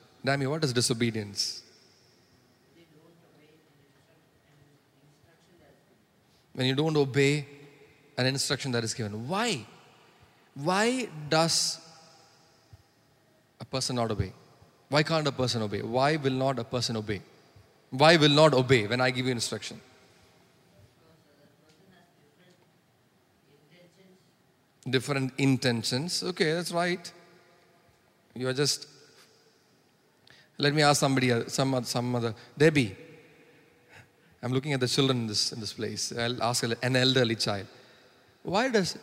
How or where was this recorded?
large echoing room